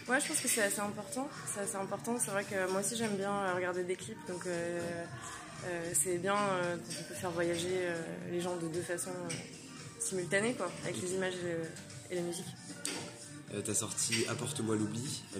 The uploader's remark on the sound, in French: la première interview que nous avons réalisé en décembre lors du festival Bars en Trans